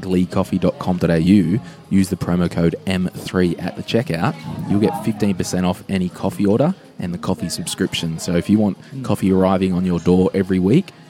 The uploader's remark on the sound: live From Flour & Co